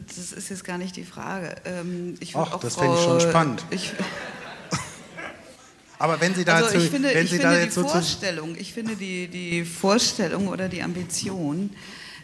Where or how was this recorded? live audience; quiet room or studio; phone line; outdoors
live audience